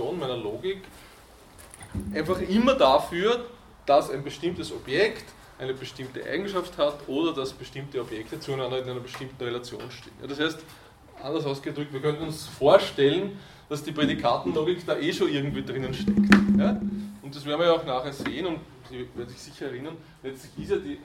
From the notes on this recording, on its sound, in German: Diese Vorlesung wurde von Studierenden aufgenommen